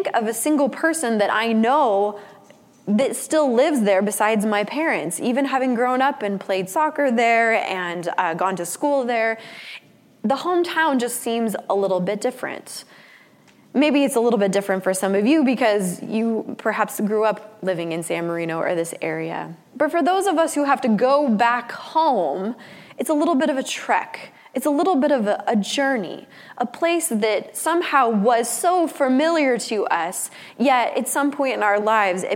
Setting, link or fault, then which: setting, large echoing room